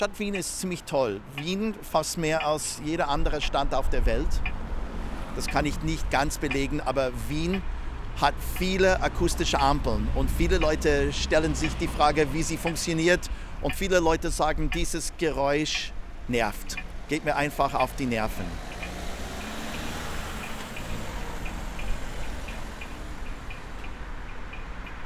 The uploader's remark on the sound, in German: Die aufnahmen zur Sendung entstanden an der slowenischen Küste, in Südkärnten, den albanischen Alpen, Wien Favoriten, Döbling und Josefstadt.